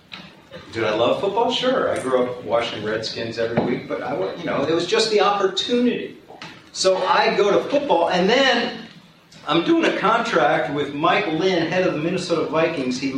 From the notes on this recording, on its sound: plays his speech from the recent Wharton Sports Business Summit